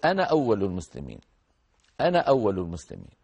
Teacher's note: يحذفون أليفها تخفيفا يأتون بنون مفتوحة فقط